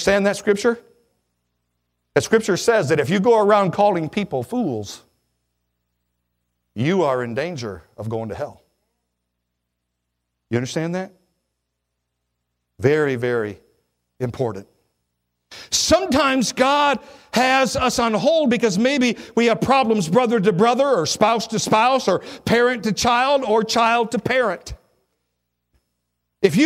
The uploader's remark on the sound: at Victorious Life Church of God during the 11am Sunday morning service on February 5, 2017